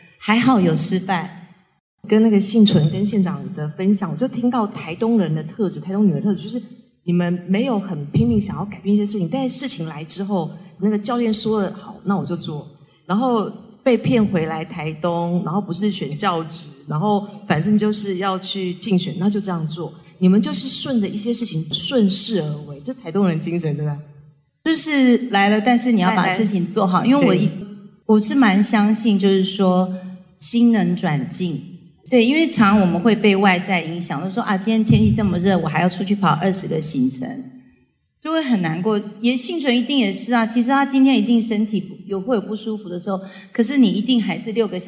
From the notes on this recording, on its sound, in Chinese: 現場錄音。